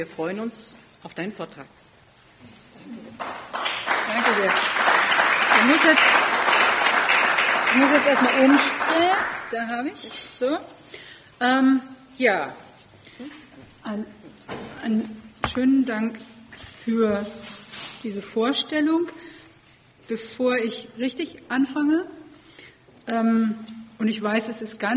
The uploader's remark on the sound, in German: Vortragsdokumentation der Tagung "Univision 2020 - Ein Lehrhaus für alle!" des Disability Studies (ZeDiS).